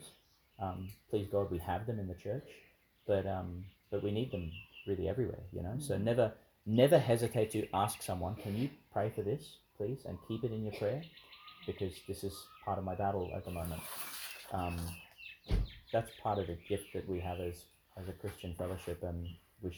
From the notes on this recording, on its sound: in the park outside St Mary's Church, Ubobo, Qld.